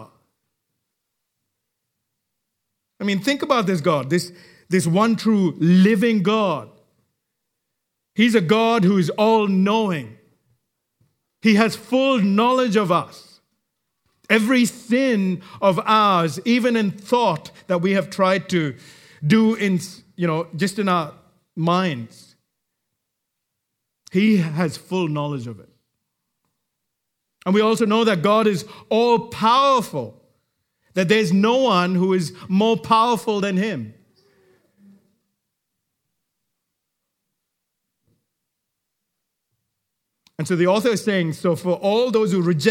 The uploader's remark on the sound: Recorded live at Grace Community Bible Church.